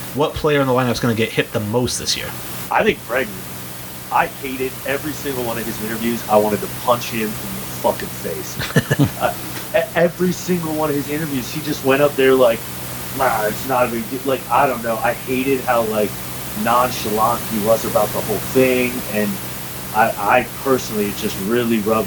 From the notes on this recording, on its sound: Attacked by sound problems this episode